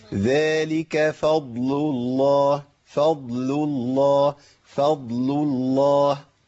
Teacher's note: الفاء مرققة، الضاد مفخمة، اللام مرققة، لام اسم الجلالة مفخمة، يبقى أنا بخرج من ترقيق لتفخيم